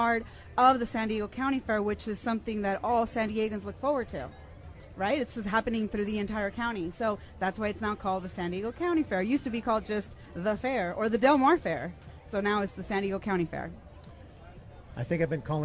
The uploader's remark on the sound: At the San Diego County Fair for Spirit West Coast! The K-Praise staff met listeners and gave away prizes.